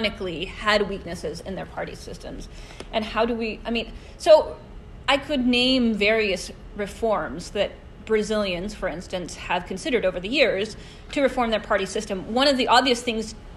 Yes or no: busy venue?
yes